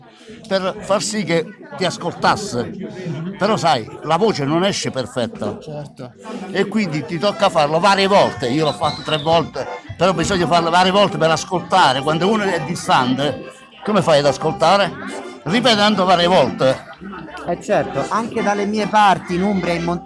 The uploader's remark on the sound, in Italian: Open mic post spettacolo.